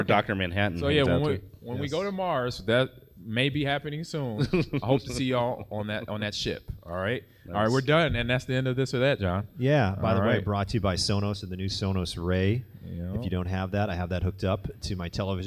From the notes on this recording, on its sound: Live from the Fan Expo in Chicago